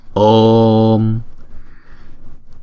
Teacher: chữ O là diphthong, chúng ta đọc kéo dài hai nhịp.